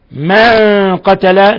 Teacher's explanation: نون ساكنة جاء بعدها القاف الحكم التجويدي إخفاء حقيقي